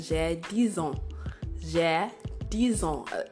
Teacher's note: The z sound with the vowel sound comes together. · Term: liaison